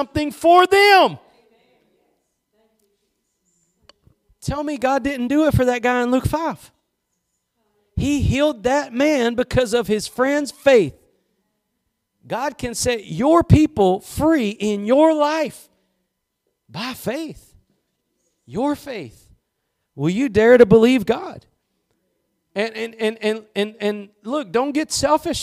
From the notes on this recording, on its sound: Preached at Gospel Lighthouse in Bossier City, La.